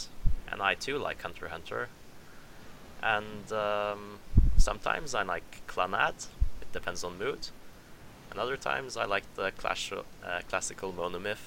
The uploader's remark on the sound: Welcome to our first podcast. Sorry about the audio quality.